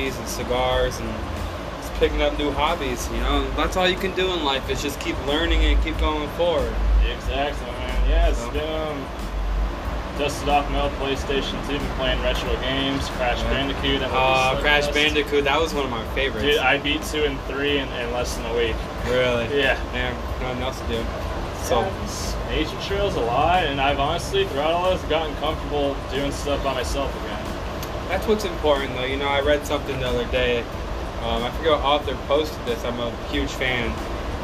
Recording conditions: background noise